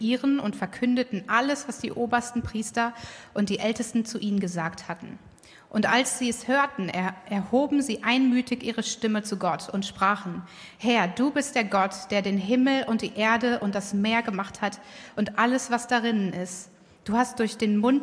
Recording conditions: live audience